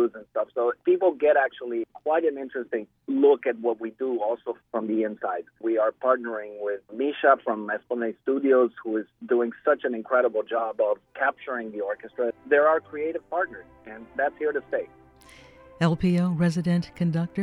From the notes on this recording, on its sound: joins us by phone